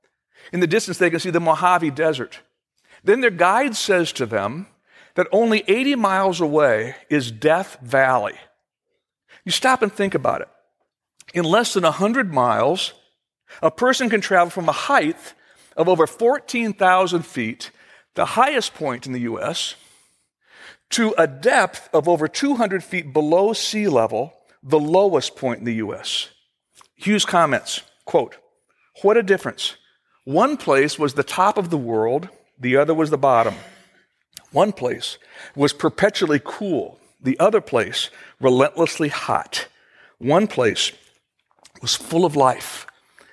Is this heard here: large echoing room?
yes